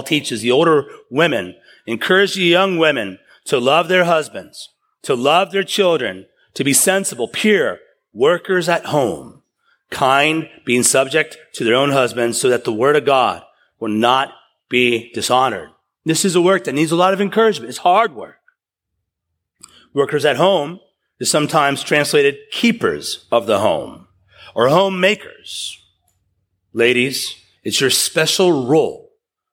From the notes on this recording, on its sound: Taken from a sermon series. At East River Church.